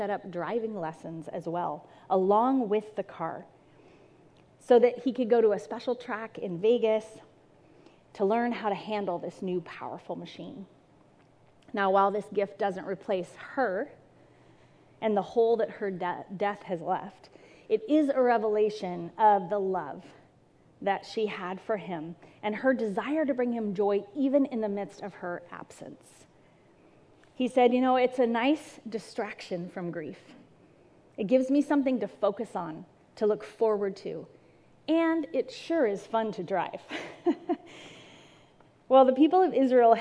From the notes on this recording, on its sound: This message was recorded at a Sunday service